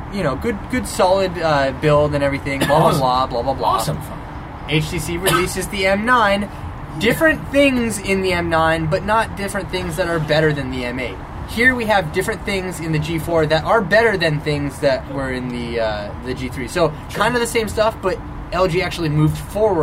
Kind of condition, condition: fault, sounds in the background